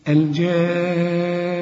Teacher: شوف أنا وقفت على النون إزاي، غنيت لأنها مشددة عند الوقف